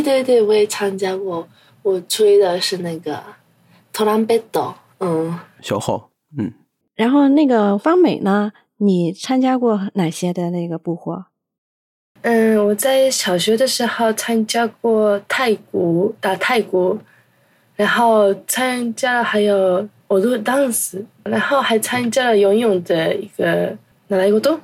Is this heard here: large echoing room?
no